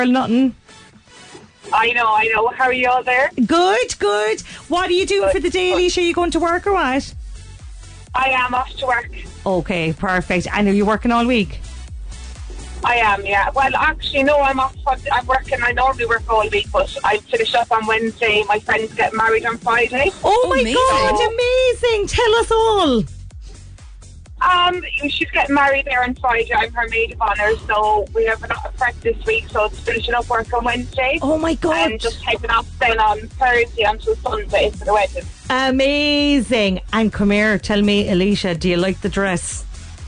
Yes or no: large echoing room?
no